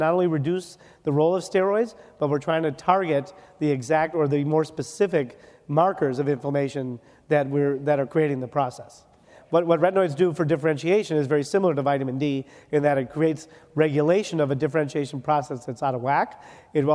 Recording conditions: busy venue